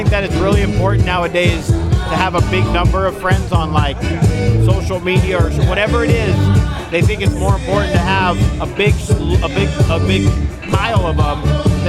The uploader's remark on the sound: Live from Rally in the Alley at Born Free Cycles